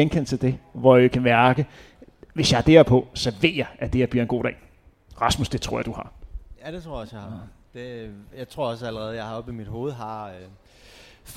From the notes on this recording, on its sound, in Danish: Live podcast i forbindelse med HCA Marathon.